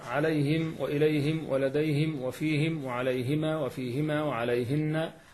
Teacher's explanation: وروى عليهم وإليهم ولديهم وفيهم وعليهما وفيهما وعليهن وما أشبه ذلك من كل ضمير من كل هاء ضمير لجمع أو تثنية مسبوقة بياء ساكنة بكسر الهاء في الوصل والوقف